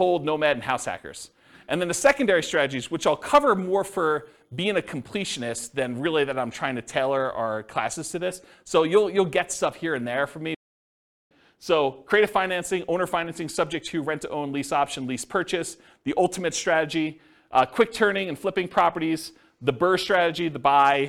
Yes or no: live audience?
yes